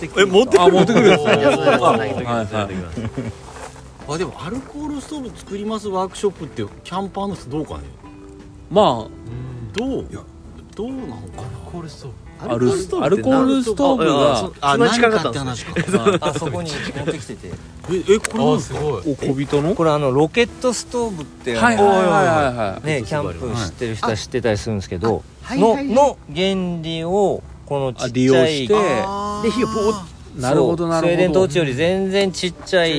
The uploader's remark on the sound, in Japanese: 今回も福岡市東区にある元遊園地のキャンプ場かしいのはまビレッジです。6人で焚き火を囲んでいます。